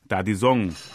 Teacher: Dabei wird der Konsonant T von tun weich ausgesprochen. Aus dem T wird ein D